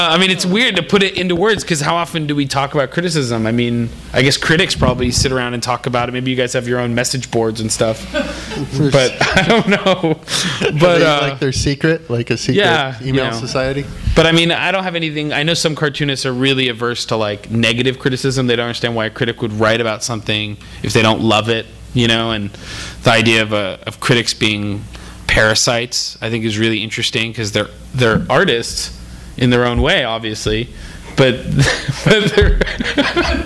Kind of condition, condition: setting, live audience